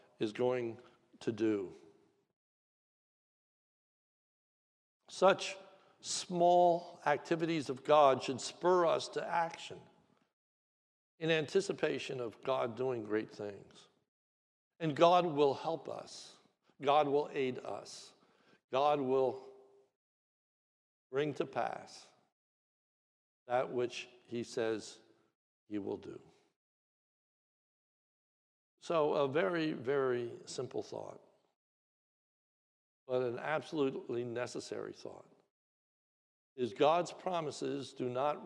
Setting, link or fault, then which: setting, large echoing room